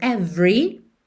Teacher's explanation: Lembra de não pronunciar esse E do meio, não é every, ok?